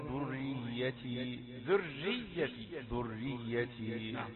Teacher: ذرية الراء مرققة من بداية الوصول للمخرج، لا تقسمها قسمين ذرري ترقق الراء الثانية من السورة، لكن هي مرققة من بدايتها.